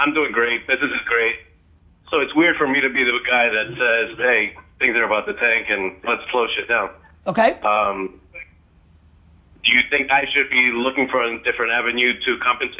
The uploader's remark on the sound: call-in show